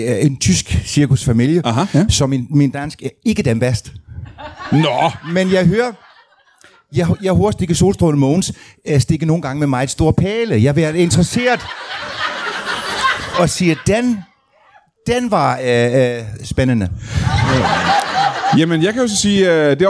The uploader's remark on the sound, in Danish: LIVE fra Ramsømagle. Ugens afsnit er optaget i Ramsømagle forsamlingshus foran et episk publikum.